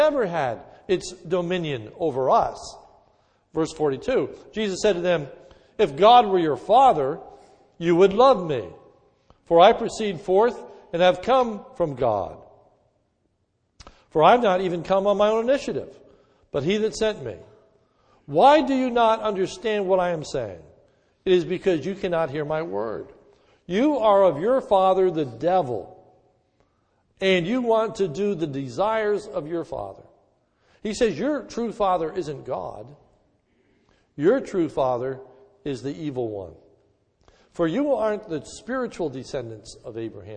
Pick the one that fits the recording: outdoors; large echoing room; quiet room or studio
large echoing room